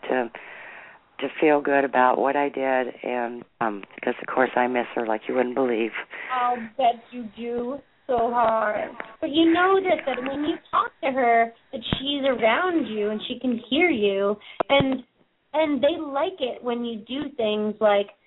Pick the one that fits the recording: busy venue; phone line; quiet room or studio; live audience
phone line